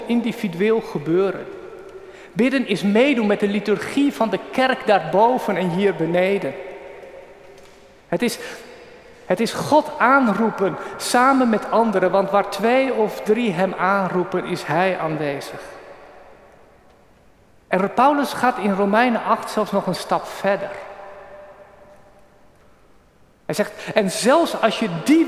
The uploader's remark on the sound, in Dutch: Opgenomen op 18 juni 2023 in de Noorderkerk te Amsterdam